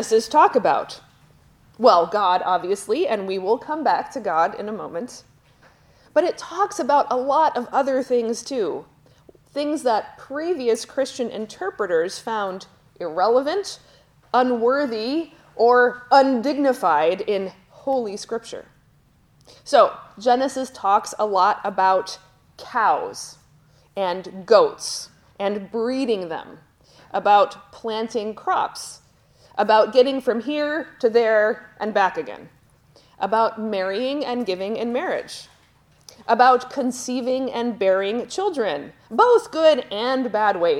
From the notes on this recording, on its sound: Lecture at Johannelund Theological School in Uppsala, Sweden, at a daylong conference on Sanctification in Lutheran Perspective.